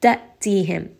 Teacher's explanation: Hamza is a letter of jahar, meaning that when we have Hamza with a sukun, the letter will abruptly stop. The sound will abruptly stop in the middle of the throat